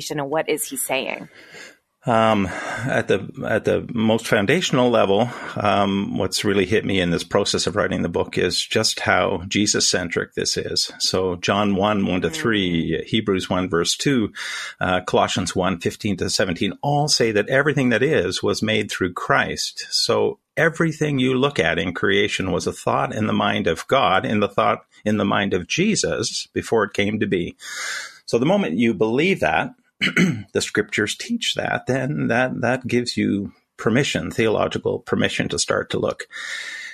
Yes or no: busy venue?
no